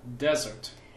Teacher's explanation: desert is a voiced S, a voiced Z sound